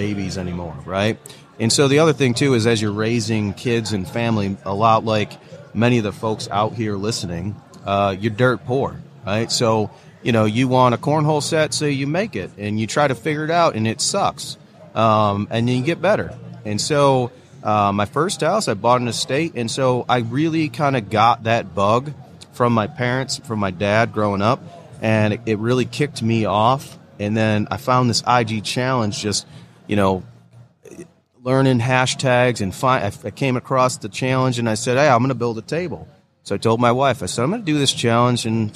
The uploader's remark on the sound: live episode of Organization Conversation, broadcast from WORKBENCHcon 2022